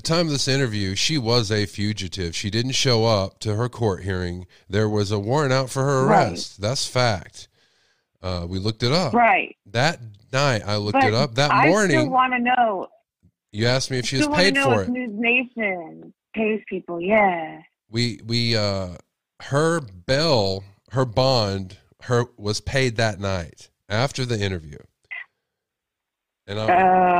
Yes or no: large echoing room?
no